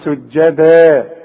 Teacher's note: السين والجيم حروف مرققة والدال كمان